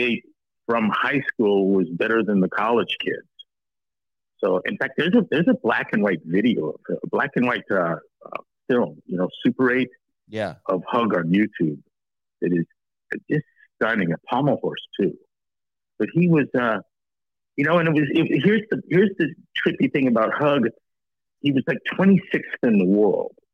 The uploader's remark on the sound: Live Call